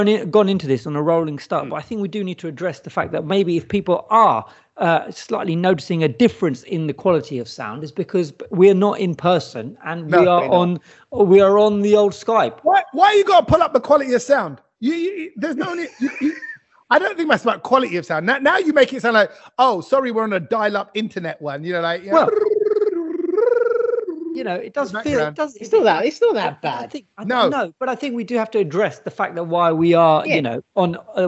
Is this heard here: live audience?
no